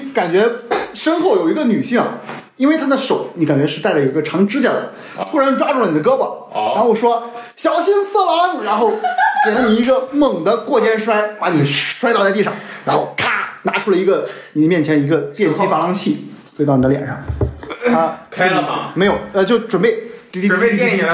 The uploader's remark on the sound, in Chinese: 因为这次跑团时录制的设备并不专业，再加上环境和大家散座的位置，音质会比较差，调试之后改善不大，敬请大家谅解。